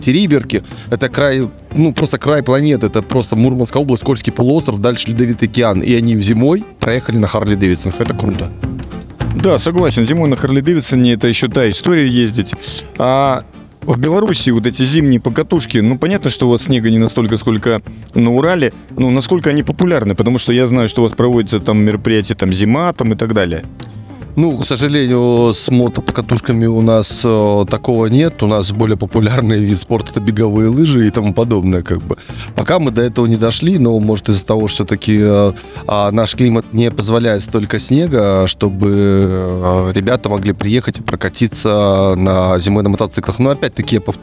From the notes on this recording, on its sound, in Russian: Интервью с фестиваля H.O.G. Winter Challendge «Ural Ice 2023». Записано в полевых условиях в городе Екатеринбург.